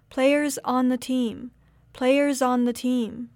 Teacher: For the phrase, players on the team, the words players and on should sound connected. The S sound at the end of the word players is like a Z sound